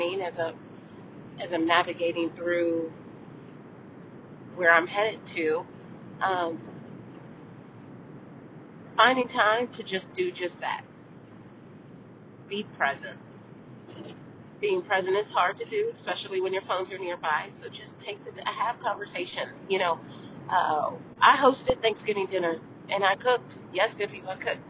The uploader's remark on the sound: On the road. She is in the car, recording.